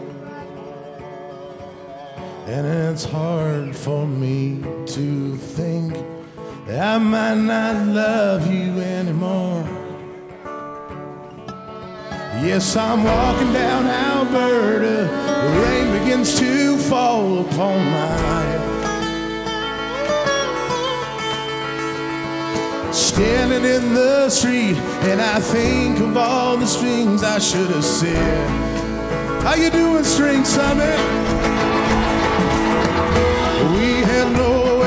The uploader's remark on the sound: Live at The NW String Summit in 2016.